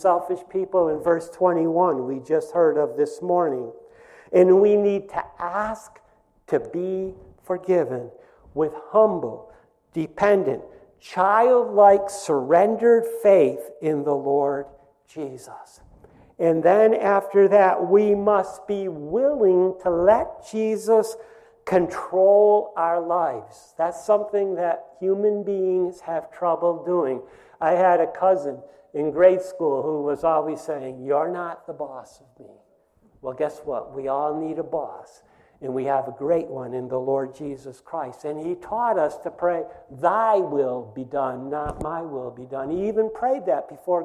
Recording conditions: large echoing room